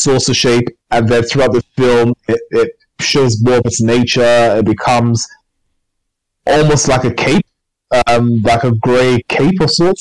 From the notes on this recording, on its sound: apologies for the awful sound quality